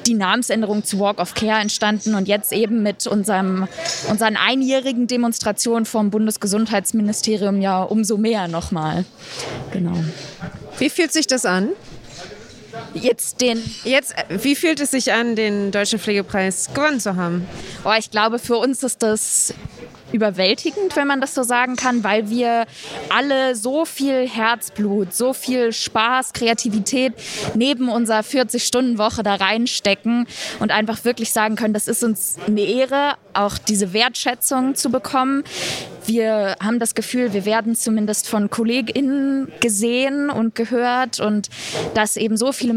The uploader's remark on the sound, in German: SPEZIAL Live vom Deutschen Pflegetag (Tag 1). Wir berichten für Euch live vom Deutschen Pflegetag. Dabei sprechen wir mit Besucher*innen und Refert*innen.